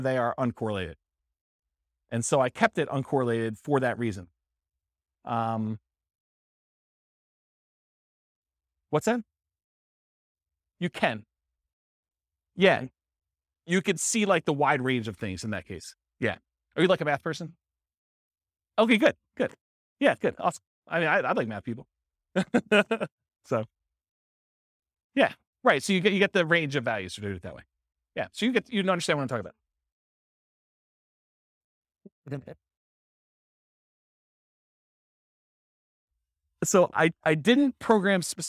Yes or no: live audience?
yes